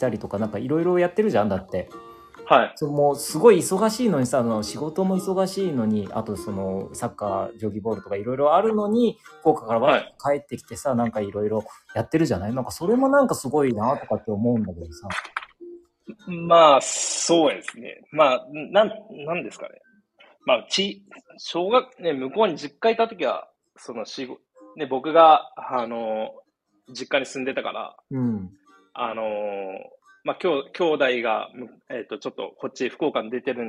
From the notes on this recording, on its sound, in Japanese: コラボ収録。少し聞き辛くてすみません。